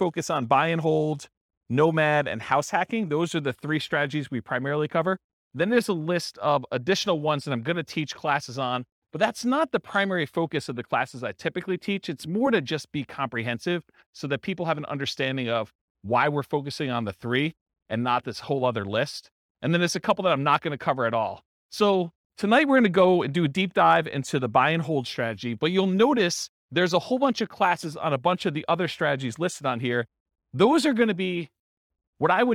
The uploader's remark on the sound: This was a live class recorded.